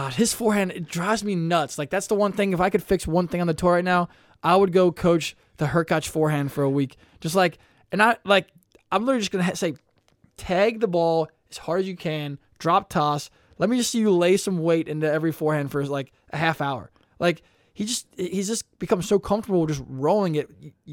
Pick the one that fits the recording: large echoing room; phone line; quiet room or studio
quiet room or studio